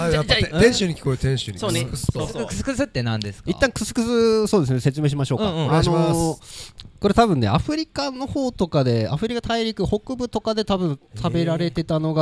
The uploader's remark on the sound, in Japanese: 欧風食堂「オッタントット」さんの元へ伺い。